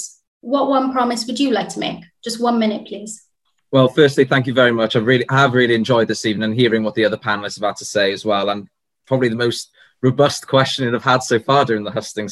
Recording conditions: video call